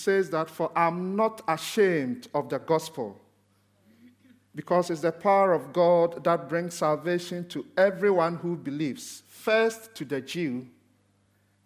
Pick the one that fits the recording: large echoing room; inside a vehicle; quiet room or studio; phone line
large echoing room